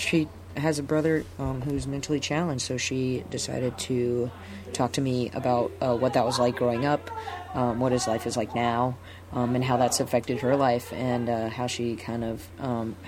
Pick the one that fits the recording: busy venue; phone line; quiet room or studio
busy venue